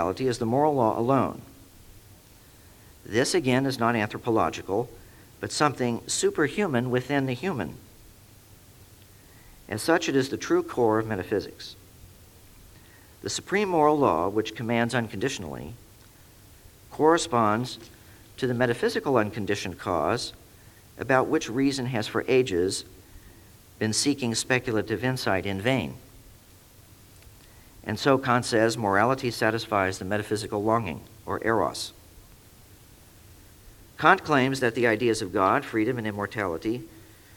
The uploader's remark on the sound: Recording of a lecture delivered on April 9, 1999. As part of the Formal Lecture Series.